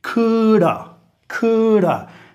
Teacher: Ahora, could have, nota que la madre dice coulda, coulda. Ni está pronunciando la D. Los verbos modales y los auxiliares no enfatizamos